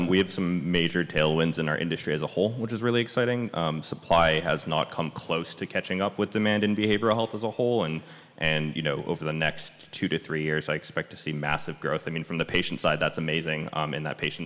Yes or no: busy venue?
yes